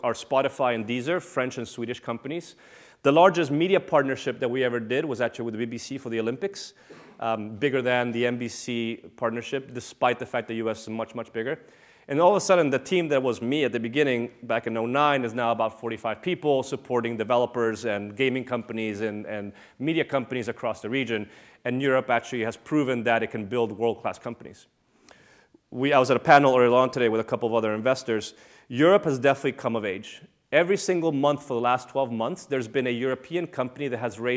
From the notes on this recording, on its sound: This lecture took place at the Saïd Business School, University of Oxford on November 25th, 2014.